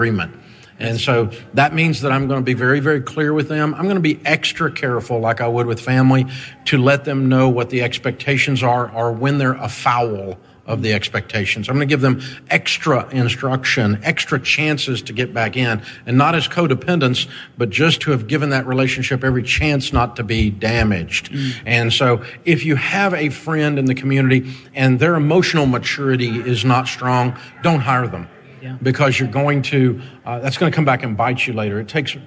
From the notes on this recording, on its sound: Live From EntreLeadership 1-Day. Over 1,000 small-business owners and leaders from around the country joined us in Grand Rapids, Michigan, to pour into themselves and their businesses.